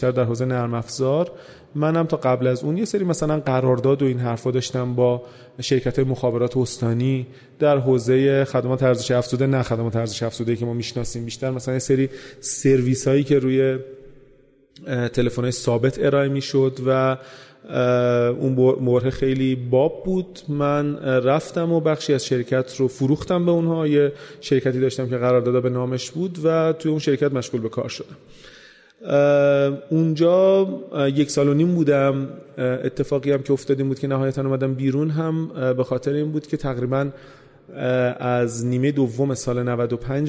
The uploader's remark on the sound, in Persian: در حضور جمعی محدود از مخاطبین پروپاقرص و تیم پادکست و با رعایت پروتکلهای بهداشتی ضبط شده است